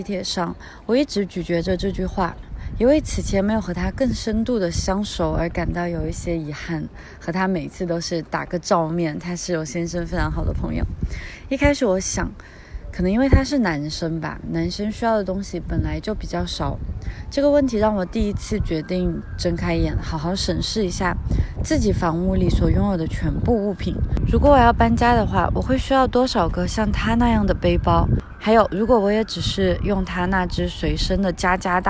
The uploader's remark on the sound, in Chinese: 这一期是在里斯本的城市公园录制的，风声比想象中大了一些，在某一部分可能会影响一部分音质